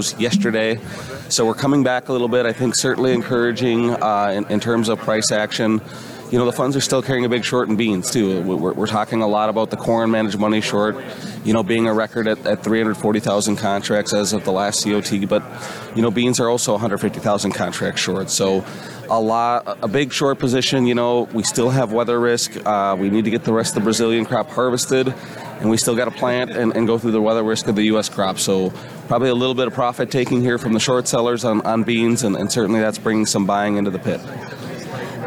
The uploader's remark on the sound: coming to you live from Commodity Classic!